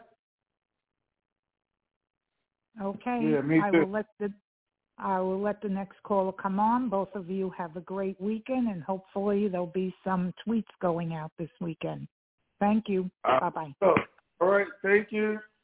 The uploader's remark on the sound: TNTSuperfantastic Conference Call.